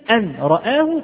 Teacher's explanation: تلاحظ أن اللسان يرتفع إلى النون ثم يهبط ثم يرتفع إلى الراء